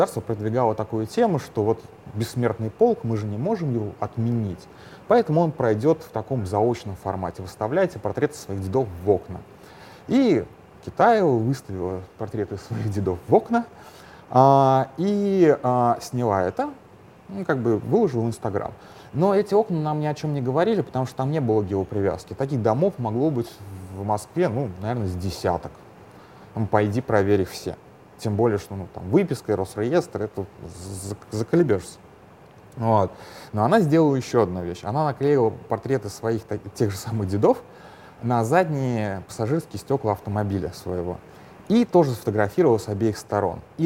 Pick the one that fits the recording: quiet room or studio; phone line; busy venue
busy venue